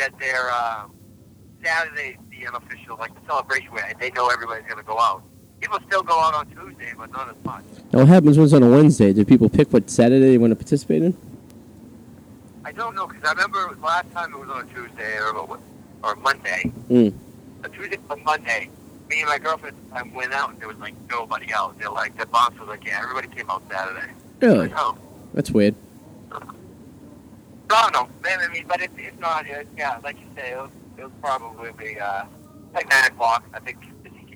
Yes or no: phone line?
yes